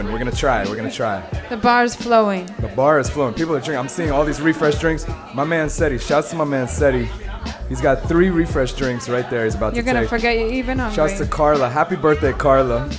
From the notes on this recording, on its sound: Originally broadcast live on July 25, 2016 from the storefront of The Late Late Bar on Houston Street in New York City.